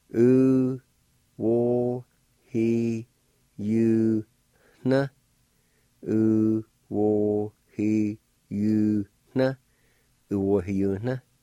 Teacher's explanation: the N would be nasalized or a faint H sound right before the N